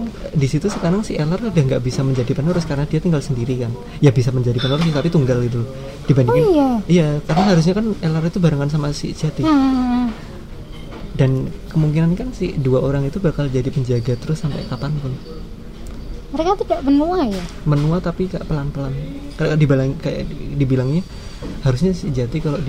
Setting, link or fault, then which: setting, busy venue